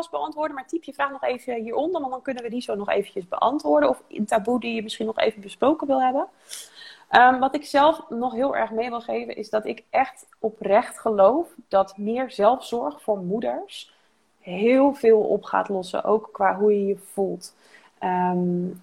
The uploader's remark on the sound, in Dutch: Heb ik een Insta live opgenomen. Daarom hebben we van deze Insta live ook een podcast gemaakt.